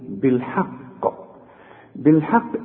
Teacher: اذا وقفت على القاف دي هنقلقلها